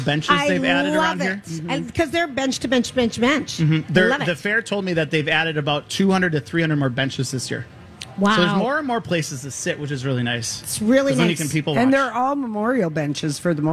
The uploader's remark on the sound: LIVE from the Minnesota State Fair